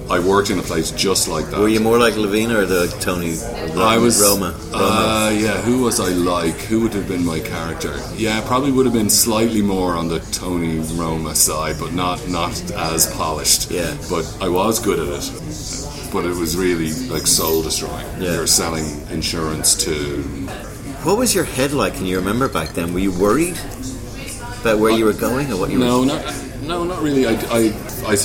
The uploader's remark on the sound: Recorded: A noisy wine bar in Cannes